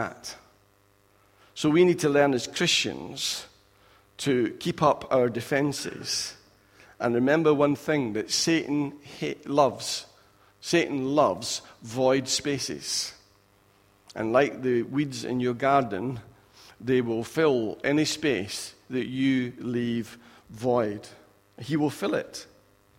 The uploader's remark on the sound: Recorded at freedomcentre church, Preston on Sunday 23rd October 2016